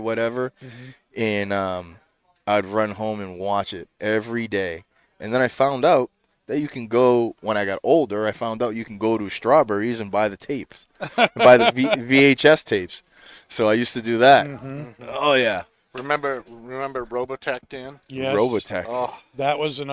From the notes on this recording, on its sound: Recorded live from the 7-20-4 Lounge!